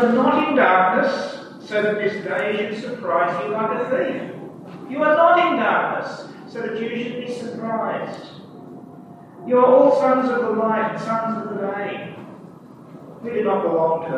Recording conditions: poor sound quality